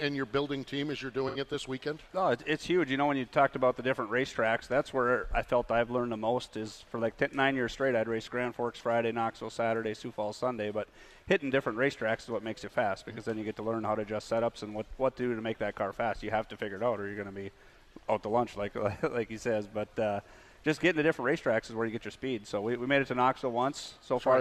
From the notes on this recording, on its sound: From the AGCO Jackson Nationals. Broadcast live from Jackson Motorplex.